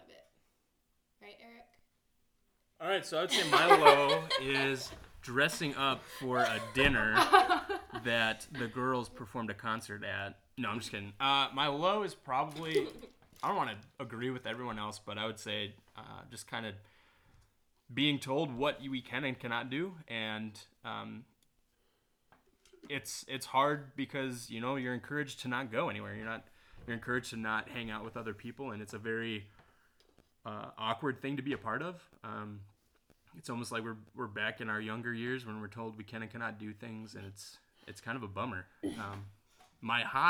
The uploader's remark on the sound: All the quarantine fun we've been having in Hawk's Nest! Apology in advance because I only have one mic between the three of us, so you might have to crank that volume up!